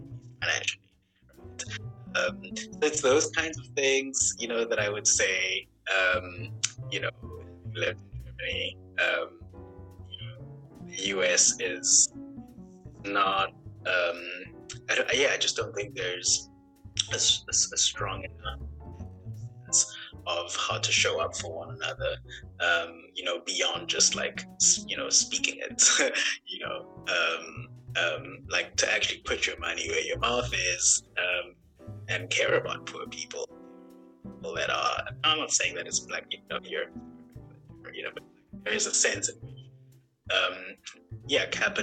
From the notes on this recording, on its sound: The internet connection was spotty during our recording.